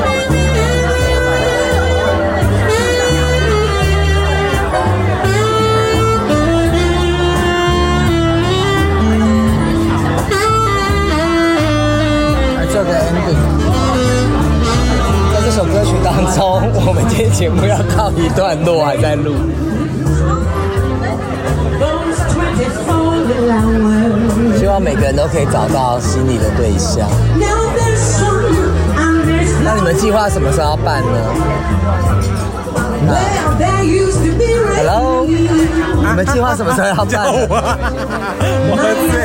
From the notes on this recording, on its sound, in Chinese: 居家與外景錄音,敬請見諒。我的終極夢幻婚禮(現場直擊)。